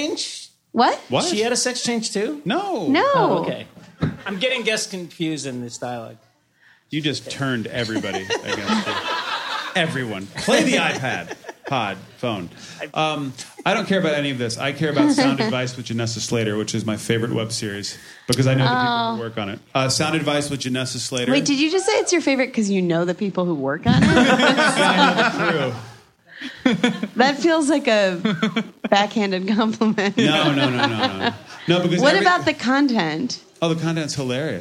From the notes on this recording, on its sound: Live at Union Hall. Hosts for a live podcast taping at Union Hall, Brooklyn.